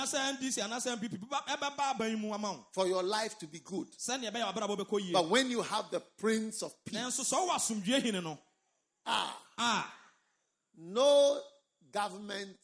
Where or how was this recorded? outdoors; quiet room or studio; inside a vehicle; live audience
live audience